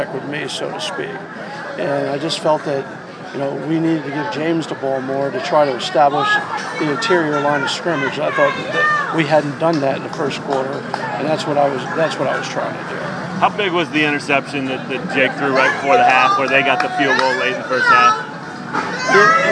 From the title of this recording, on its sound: Press Conferences & Post-Game Interviews